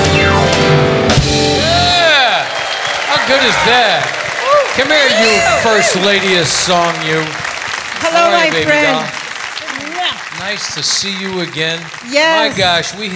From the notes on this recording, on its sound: Live at the SouthPoint Casino